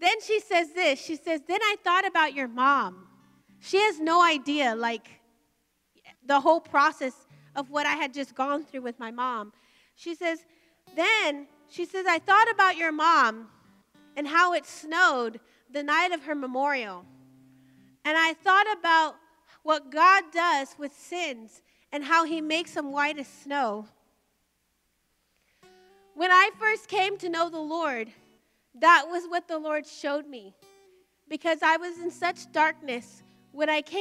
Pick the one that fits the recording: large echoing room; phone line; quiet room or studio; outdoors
large echoing room